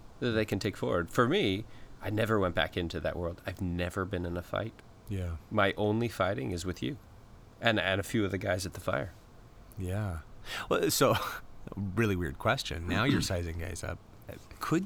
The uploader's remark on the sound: This episode was recorded outdoors, sound quality suffers somewhat.